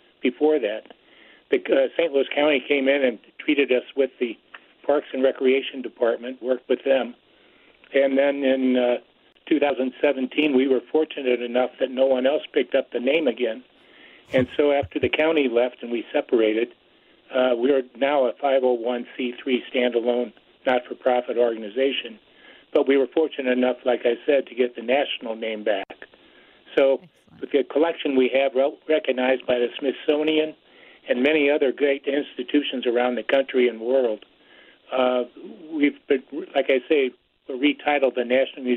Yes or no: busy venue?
no